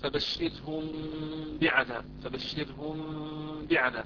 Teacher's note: الميم المخفى عند الباء فيه غنة مستطالة يعني بمقدار حركتنا وأكثر يعني حسب التلقي تؤخر بالمشافة. طيب إذا · Term: الإخفاء الشفوي